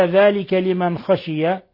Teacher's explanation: نون ساكنة جاء بعدها الخاء إظهار حلقي